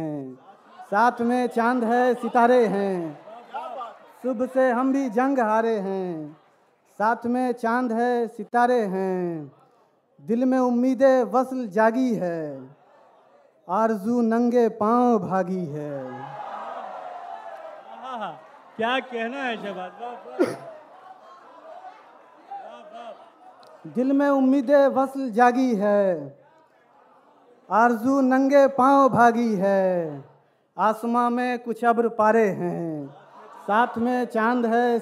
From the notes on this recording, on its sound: This show brings forth the best bits of Grand Mushairas from Jashn e Rekhta festival.